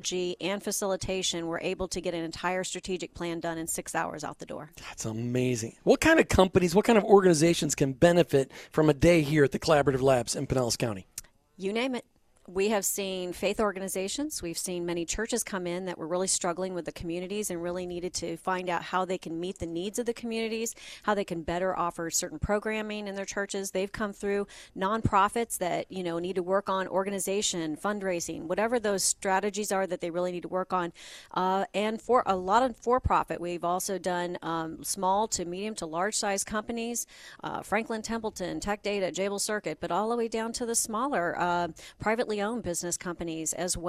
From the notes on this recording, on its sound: We were on location this afternoon at the Global Leadership Summit.